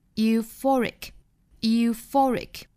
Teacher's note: Euphoric,重读是在 for 这个音节上